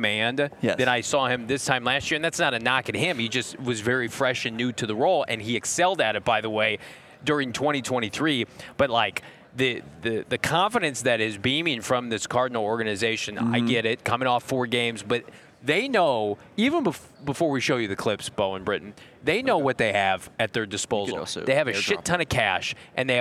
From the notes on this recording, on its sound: LIVE at the NFL Combine. LIVE from the 2024 NFL Combine in Indianapolis!